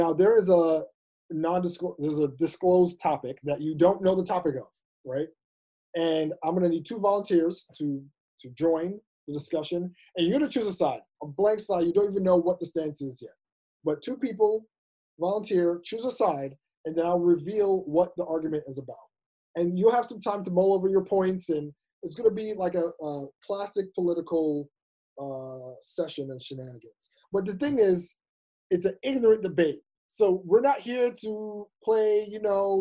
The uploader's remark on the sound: It's the 4 Year Anniversary Live ZOOM Show! As fellow listeners come together to celebrate this huge milestone.